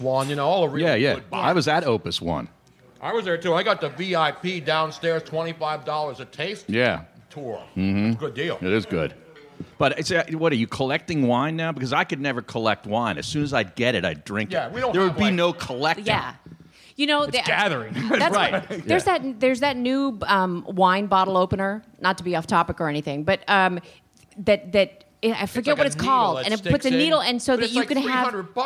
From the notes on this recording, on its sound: Broadcast live from Atlanta for Super Bowl 53. Radio Row.